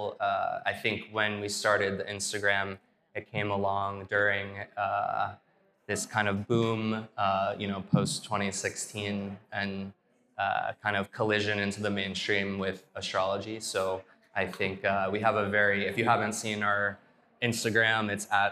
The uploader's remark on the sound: Hosted at the Shopify NY space in Soho, NYC